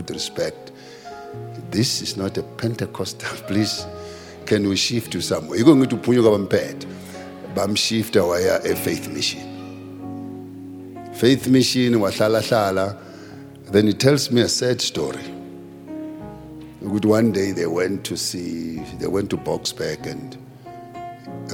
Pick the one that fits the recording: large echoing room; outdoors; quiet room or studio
large echoing room